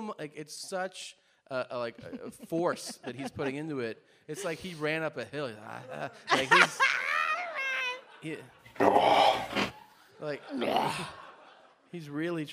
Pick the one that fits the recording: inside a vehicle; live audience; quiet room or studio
live audience